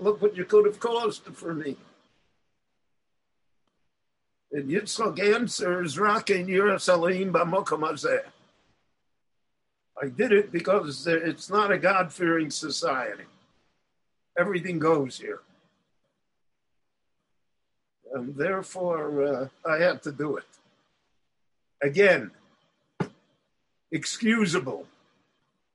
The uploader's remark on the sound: The following lecture was delivered LIVE in Jerusalem via Zoom on December 31, 2020.